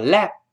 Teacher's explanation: 失去爆破就是做爆破的动作，但是气流不喷出来，而把气憋住